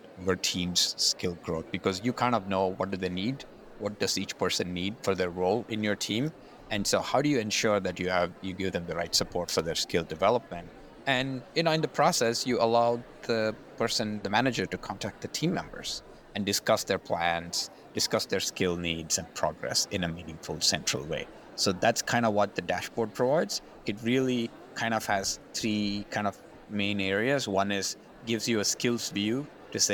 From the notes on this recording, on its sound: We’re bringing you the highlights from the HR Technology Conference straight from the Las Vegas floor.